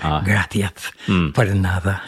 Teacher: My father was a Gallego from Galicia, and so they had the very strong TH sound.